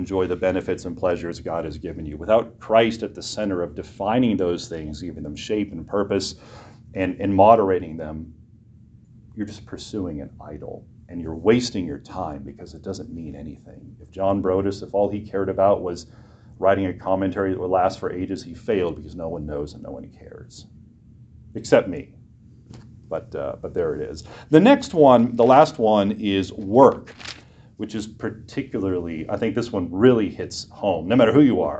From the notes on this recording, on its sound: preached this short message for chapel at Western Reformed Seminary, in Puyallup, WA